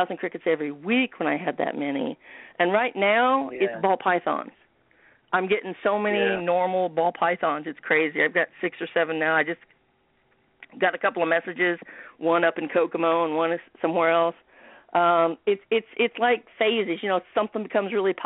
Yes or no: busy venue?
no